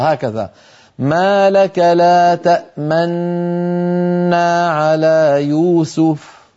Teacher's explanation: أن تنطق نونا واحدة مشددة وتضم الشفتين مع الغنة الممطوطة هكذا ما لك لا تأمننا على يوسف هكذا الروم والإشمام في هذه الكلمة.